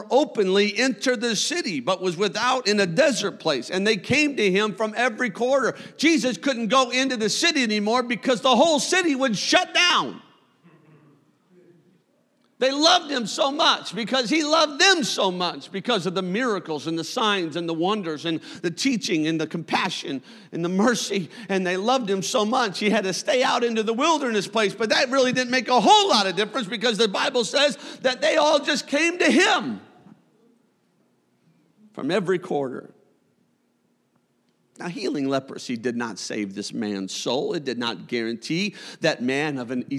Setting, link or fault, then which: setting, large echoing room